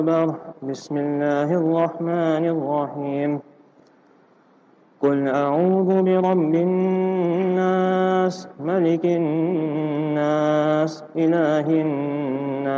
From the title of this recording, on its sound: Jumu'ah Lecture - Raisethorpe Masjid - PMB